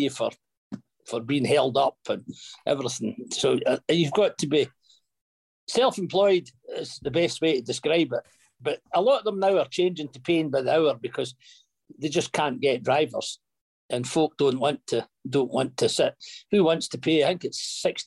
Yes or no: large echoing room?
no